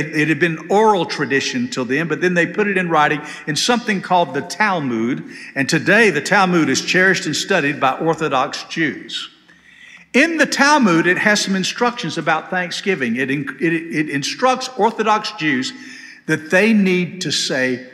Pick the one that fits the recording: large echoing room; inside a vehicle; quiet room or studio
large echoing room